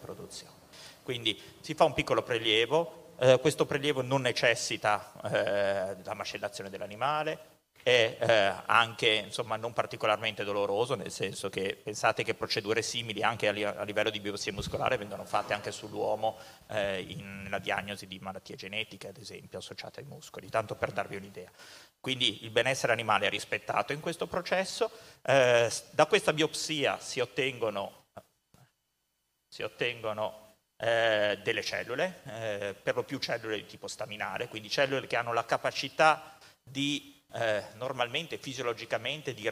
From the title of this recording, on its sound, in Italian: Episodio LIVE Eco&Brain, Milano 2023